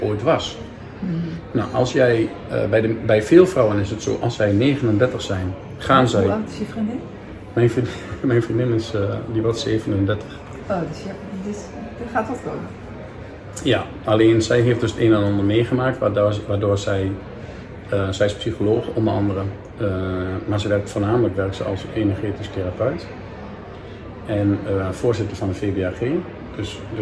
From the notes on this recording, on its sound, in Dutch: DEZE POD-EN VIDEOCAST IS OPGENOMEN IN EEN OPENBARE RUIMTE EN DAT HOOR JE.